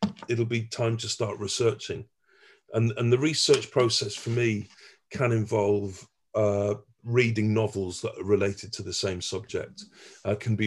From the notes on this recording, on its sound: jumped on a zoom call with us